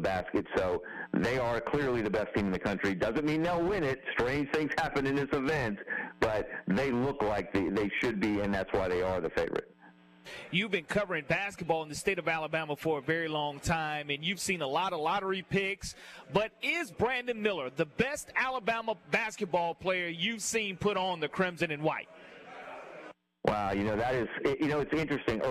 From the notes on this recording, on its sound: LIVE from Moe's Barbecue